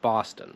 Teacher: Albo Boston, to brzmi bardzo dziwnie, to jest Boston. Prawie jakby tam nie było litery między to T i ten N.